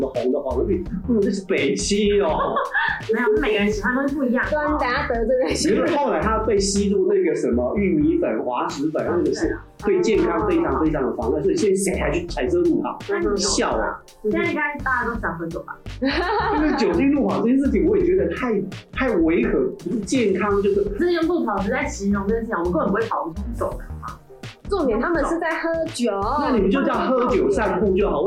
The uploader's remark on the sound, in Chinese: 因器材調修.錄音檔案音質不甚完美.請見諒.